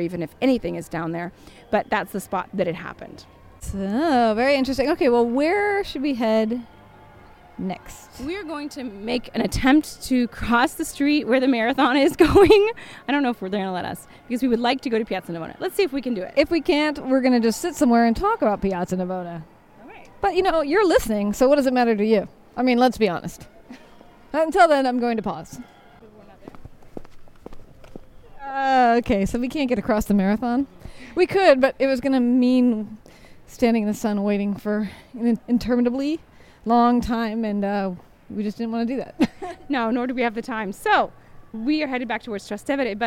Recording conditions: outdoors